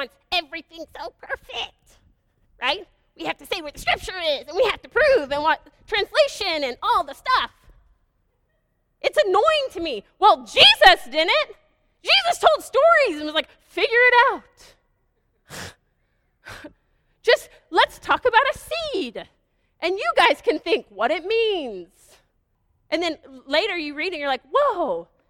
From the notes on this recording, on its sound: This is a live teaching done at Bykota Church service.